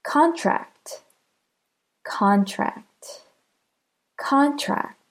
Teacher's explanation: Do you hear how con is stressed?